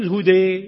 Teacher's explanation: طبعا إذا جاءت الألف وقبلها فتحة أملنا الفتحة فتضجع الألف، تميل، بتنام معها. إذا أملت الفتحة اضجعت، وبيسموها اضجاع هذه الإمالة، فتضجع تميل الألف أيضا